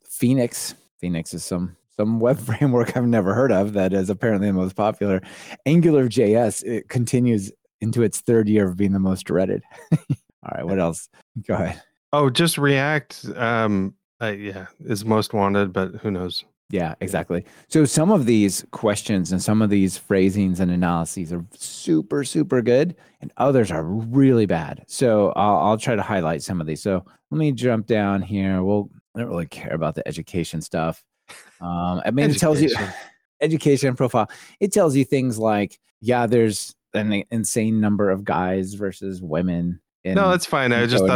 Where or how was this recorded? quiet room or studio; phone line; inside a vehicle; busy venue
quiet room or studio